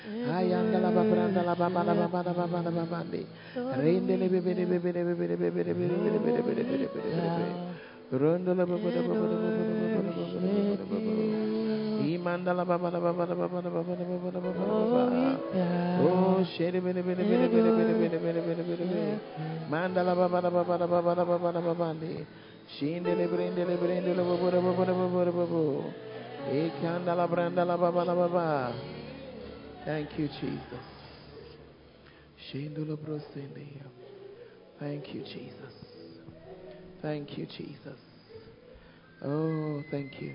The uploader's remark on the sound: Preached At First Love Center, Ayeduase (Manifestations of the Spirit Service).